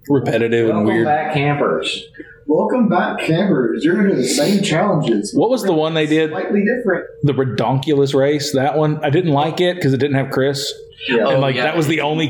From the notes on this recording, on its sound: AUDIO ISSUES. Had some soundboard issues (don't leave your podcast equipment unattended around kids that aren't in the podcast class). The audio quality is pretty bad.